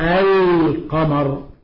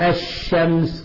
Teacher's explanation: الحرف الذي بعدها، كما تدغم لام الشمس في الشين. فهنا لاحظ لما نقول القمر ظهرت اللام، وهنا لما نقول الشمس غابت اللام